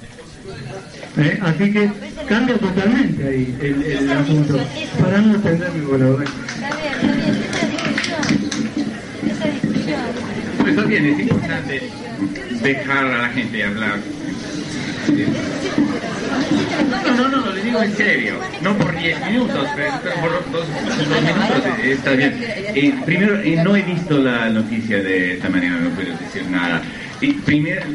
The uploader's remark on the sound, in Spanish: Conferencia en Buenos Aires, 1998. Incluye preguntas del público.